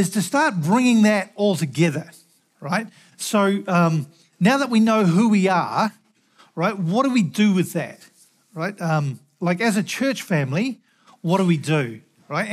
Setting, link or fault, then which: setting, large echoing room